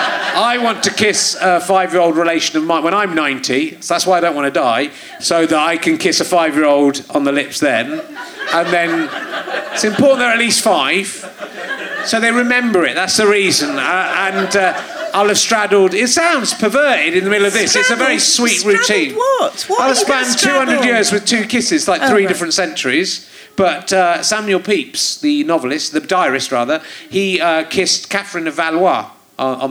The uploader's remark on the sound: Leicester Square Theatre Podcast. Especially when her 15 year-old son is in the audience.